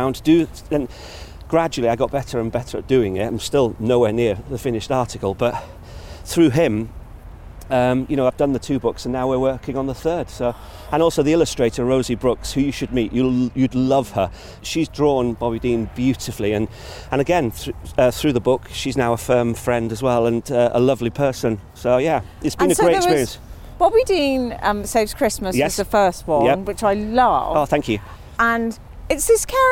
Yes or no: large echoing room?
no